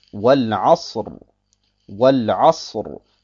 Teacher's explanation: Das Ein hat eine Fatha. Folglich wird das Ra dunkel ausgesprochen.